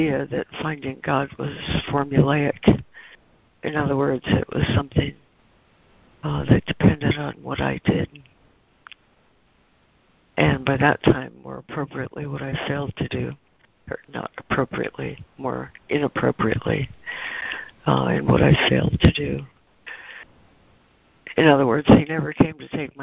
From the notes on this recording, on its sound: ACIM Daily Conference Call.